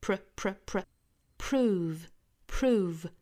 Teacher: 应该是 pr 连在一起，中间不能够有停留，不能够有加音哈